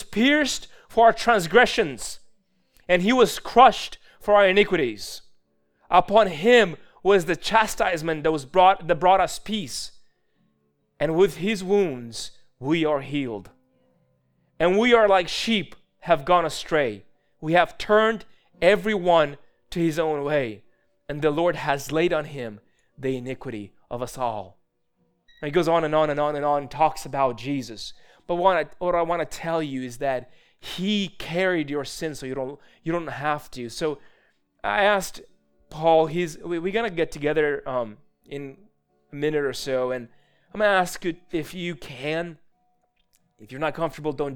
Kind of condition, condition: setting, large echoing room